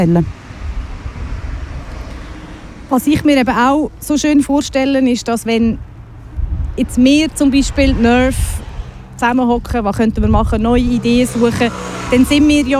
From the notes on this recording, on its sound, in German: Wir sprechen live vor der Torfeld Süd-Brache. Wir wollten die Stimmung live einfangen und haben unseren Sendebus auf der Einfahrt zur Brache parkiert.